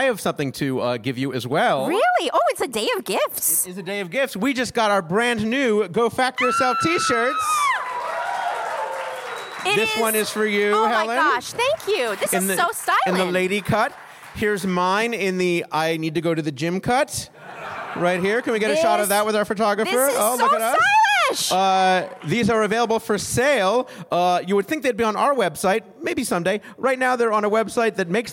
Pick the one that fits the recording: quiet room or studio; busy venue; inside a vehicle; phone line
busy venue